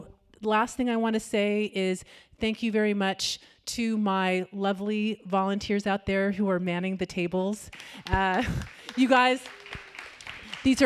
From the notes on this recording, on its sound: Recorded February 12, 2017 at the CLARA auditorium in Midtown Sacramento. Post-Sunday brunch discussion.